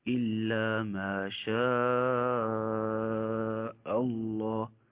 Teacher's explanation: هذا مد متصل مشبع عند ورش وغيره